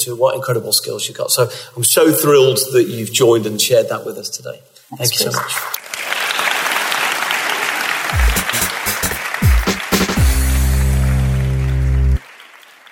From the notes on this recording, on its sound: Recorded at the Good Day at Work event in Manchester, hosted by Robertson Cooper.